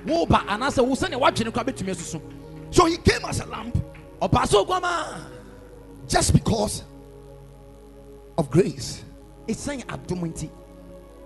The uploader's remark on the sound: Preached at Ekklesia Chapel